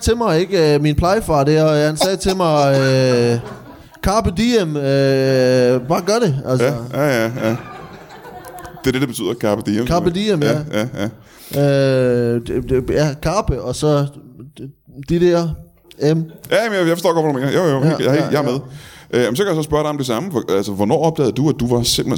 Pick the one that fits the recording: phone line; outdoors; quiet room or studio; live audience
live audience